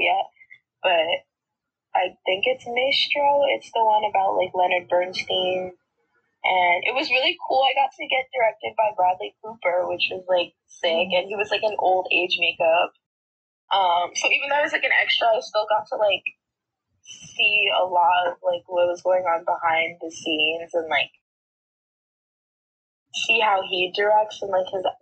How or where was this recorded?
video call